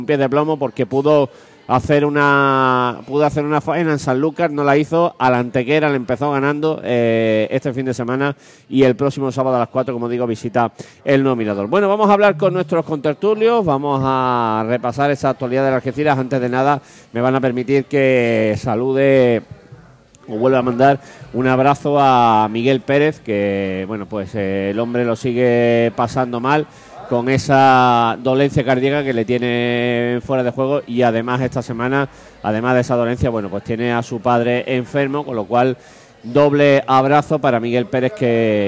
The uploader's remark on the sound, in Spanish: emitido en directo desde La Pxta Calle de Plaza Andalucía